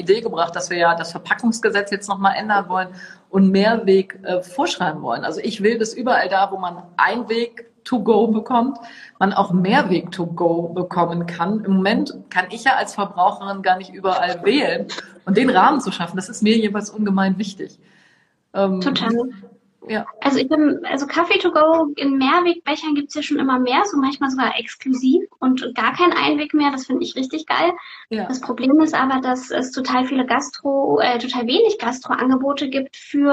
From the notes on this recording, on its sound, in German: Dieses Interview fand live auf Instagram statt